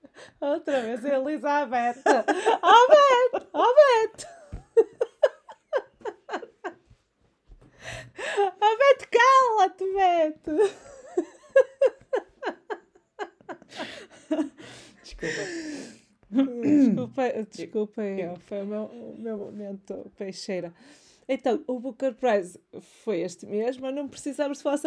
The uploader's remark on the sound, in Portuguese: Contudo, ainda há alguns ruídos de fundo que vamos tentar eliminar/evitar com o tempo e que são fruto de partilharmos os nossos estúdios de gravação (vulgo “casas”) com seres vivos – sejam eles mini-humanos, canídeos, felinos e por aí fora.